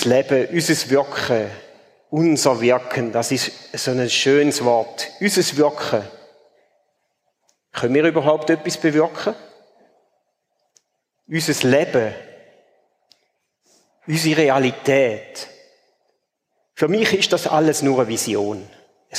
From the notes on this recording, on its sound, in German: Ausschnitt aus dem Ziitfenschter-Gottesdienst vor der Kirchgemeinde-Versammlung